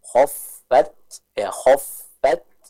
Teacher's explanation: Jadi syiddah terlebih dahulu, adanya suara yang tertahan, baru kita sempurnakan dengan mengalirnya nafas yang dimiliki oleh sifat hamas. · Term: syiddah dan sifat hamas